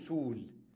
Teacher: سؤل الهمزة قبلها ضمة والتي يناسب الضمة الواو تقول سول